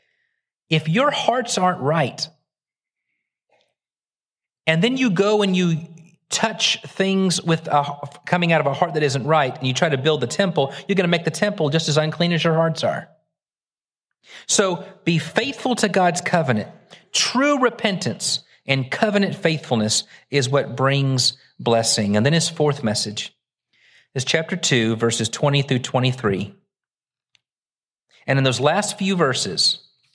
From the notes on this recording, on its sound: Originally preached at the West Side Church of Christ (Searcy, AR) on August 6, 2023.